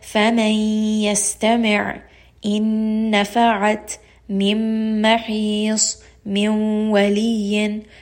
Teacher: You can hear that I am merging the noon sound within the next letter. And also it is still going up into the nose. I am still using my khayshum to give this ghunna. · Term: idgham with ghunna